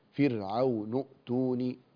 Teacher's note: إذا وصلت تسقط إحدى الهمزتين، هي همزة الوصل